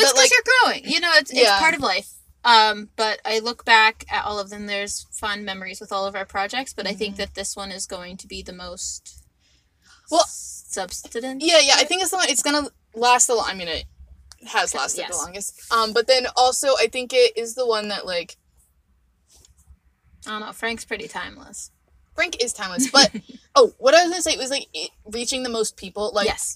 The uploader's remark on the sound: The audio is a little funky in this episode. Thank you for bearing with our screaming.